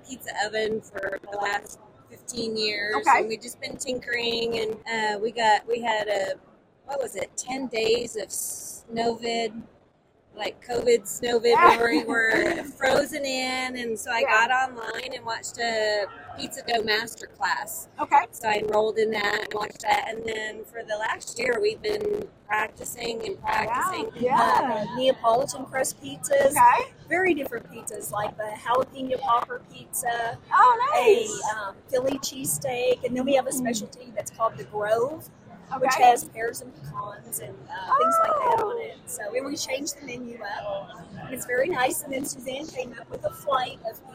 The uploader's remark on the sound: This week, we bring you more of Pizza Expo Sessions on The Hot Slice Podcast from the show floor at Pizza Expo. Be patient with the sound.